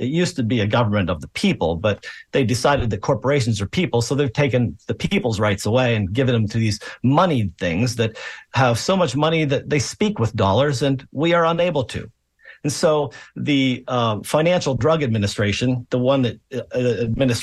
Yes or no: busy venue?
no